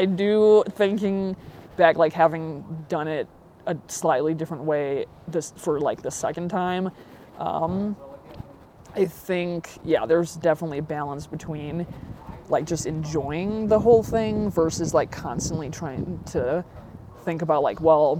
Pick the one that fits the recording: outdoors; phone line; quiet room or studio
outdoors